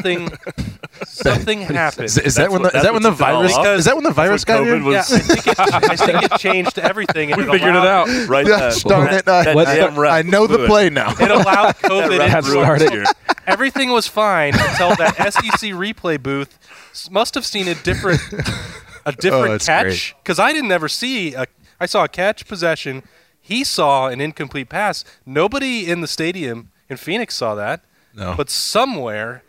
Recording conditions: busy venue